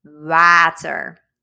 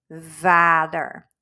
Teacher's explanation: So this might sound very similar, but if you listen clearly, you will hear the difference between a drier W and a V